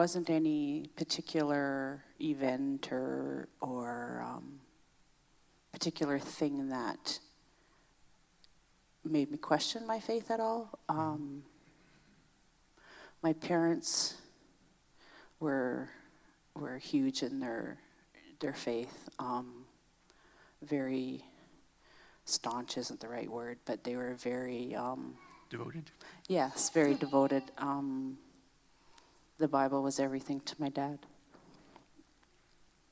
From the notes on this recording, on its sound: Previously recorded on August 8, 2021 during the pre-service chat portion of our Sunday service.